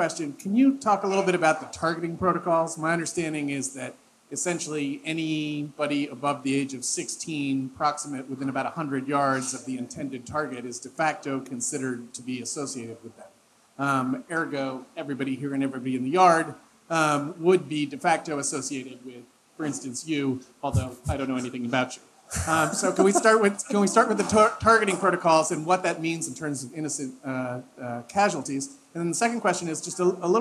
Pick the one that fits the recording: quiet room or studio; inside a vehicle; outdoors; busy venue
busy venue